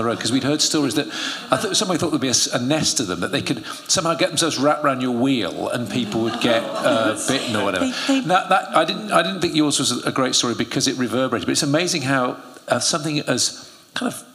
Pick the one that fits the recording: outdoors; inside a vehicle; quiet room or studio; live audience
live audience